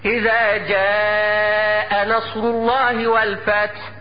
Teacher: والألف إذا جاء ألف مرققة تابعة للجيم